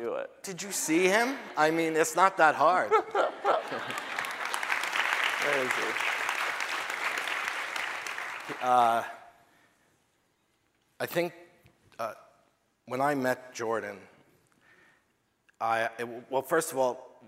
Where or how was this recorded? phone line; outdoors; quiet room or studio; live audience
live audience